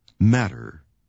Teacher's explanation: It sounds more like a D sound than a T sound.